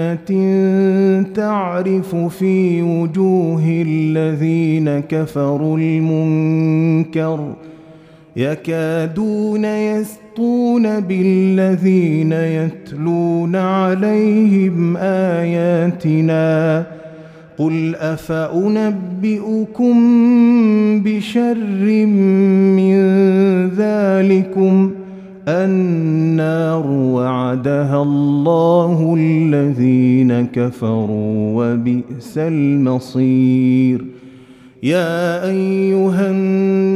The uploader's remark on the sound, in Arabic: مسجل من صلاة التراويح بمسجد السلام بحي مشرفة بجدة.